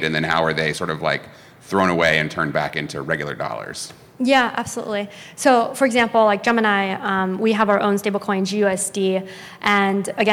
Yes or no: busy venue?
yes